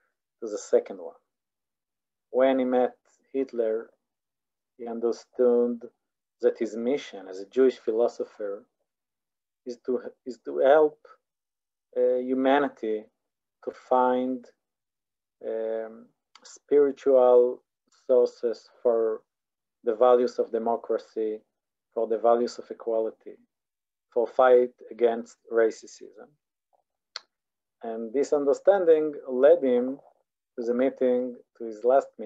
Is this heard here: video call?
yes